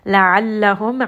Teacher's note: عَيْن is going to be from the middle of the throat. Meem here has the wasut.